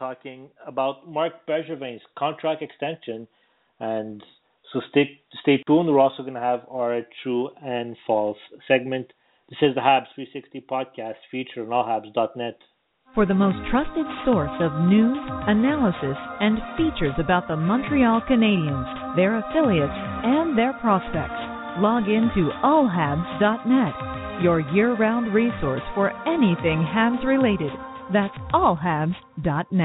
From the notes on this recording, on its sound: It is the most interactive and informative Canadiens podcast as we take your phone calls.